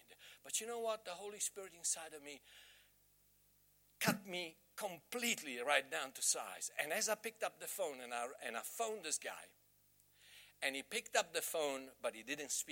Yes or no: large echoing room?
yes